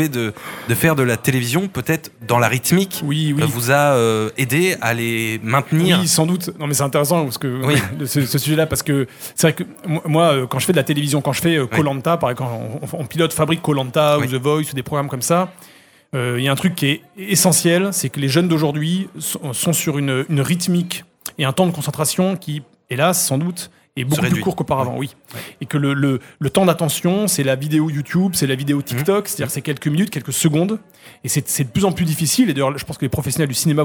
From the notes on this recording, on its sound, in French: Sur les radios de la FRAMA en direct du salon du livre samedi 1er octobre 2022.